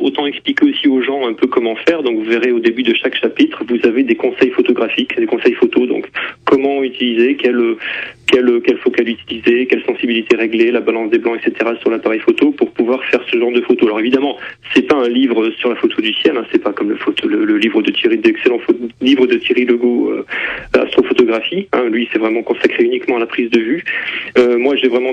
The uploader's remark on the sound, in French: Photographe (par téléphone)